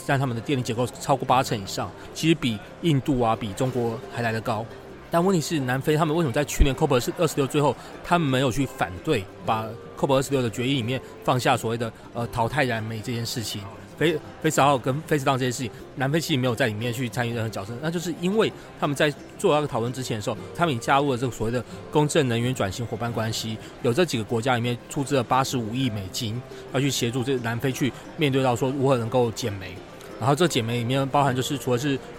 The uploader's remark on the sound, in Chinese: 於COP27埃及會場錄音，分享現場觀察！分享現場特別的【公正轉型】攤位。